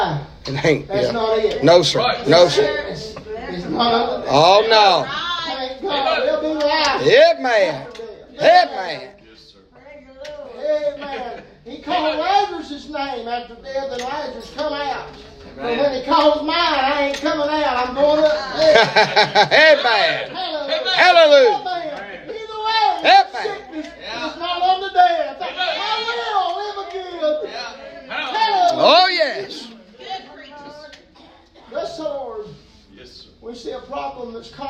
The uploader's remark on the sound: preaching live from Christian Care Community Nursing Home